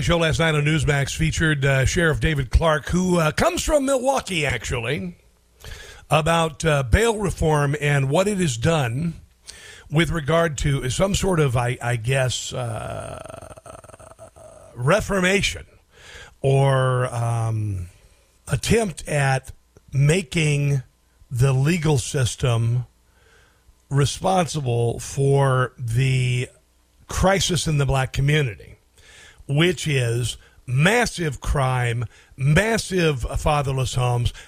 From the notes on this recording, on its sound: takes phone calls from listeners